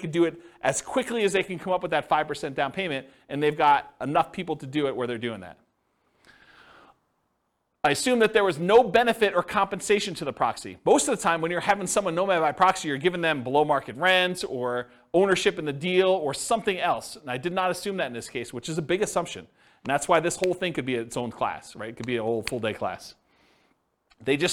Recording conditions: live audience